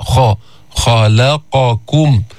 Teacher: الخاء من أدنى الحلق حرف مستعلي، حرف مهموس لأنه من حروف فحثه شخص سكت، بيطلع النفس عند النطق به بس في استعلاء الخاء، بس ما في إطباق منه مثل الضاد، منه مثل الطاء، ما في إطباق، يعني اللسان لا يلتصق بالحنك الأعلى، بيرتفع أقصى اللسان لأنه في استعلاء